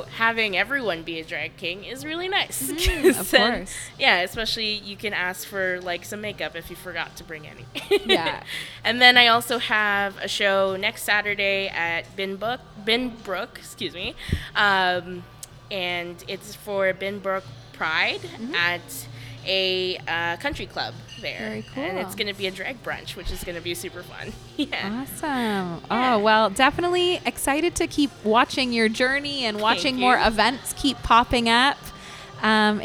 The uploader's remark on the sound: LIVE at The Lokal Lounge